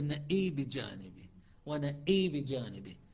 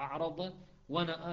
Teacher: ونأى بجانبه هنا ما كرة ولكن موجودة همزة فالإمالة تصير للألف وللهمزة التي قبلها · Shown in: first take